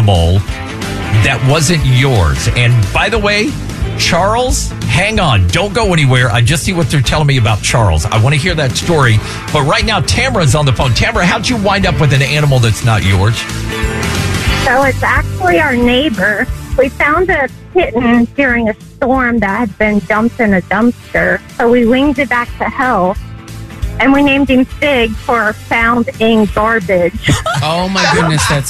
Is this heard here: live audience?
no